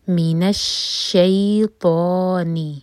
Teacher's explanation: ط heavy letter منہ بھر کر پڑھیں گے اور دو حرکا کھینچیں گے